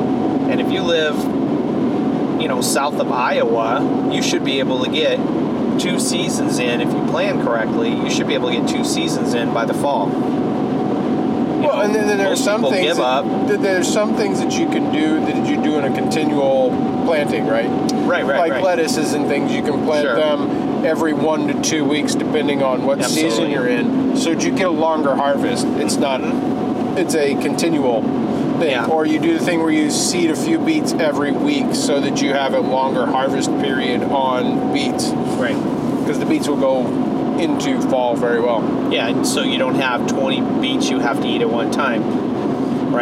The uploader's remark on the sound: This episode was recorded while we were on the road to an event (there is some road noise).